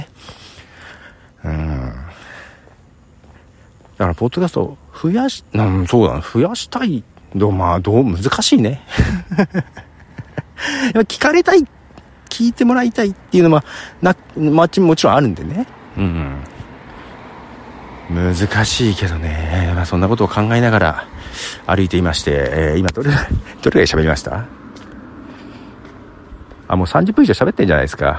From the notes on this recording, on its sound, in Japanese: 深夜の散歩。そんなことを歩きながら考えてみました。